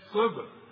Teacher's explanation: صاد مكسورة مش تقولها لي بين الصاد والسين